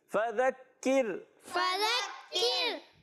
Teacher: کاف کو بھی باریک رکھنا ہے اور را کو بھی باریک رکھنا ہے کیونکہ را سانگ سے پہلے زیر آ رہی ہے فذکر فذکر